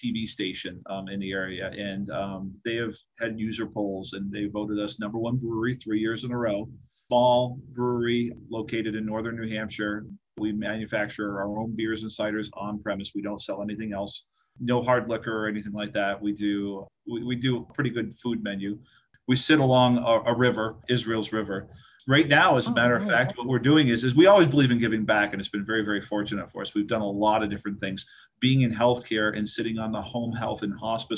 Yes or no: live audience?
no